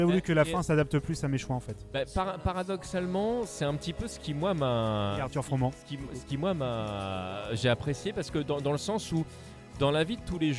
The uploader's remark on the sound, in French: Enregistrement pirate à PodRennes 2023. À PodRennes 2023 pour enregistrer un peu dans un coin ce nouvel épisode de Blind Test!